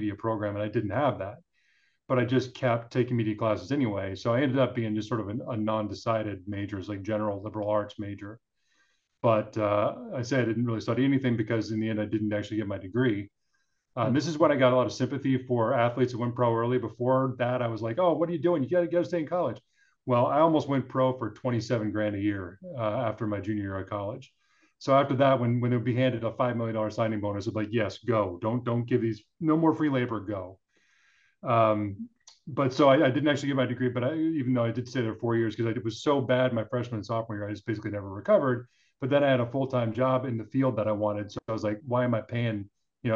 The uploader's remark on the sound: we host a zoom call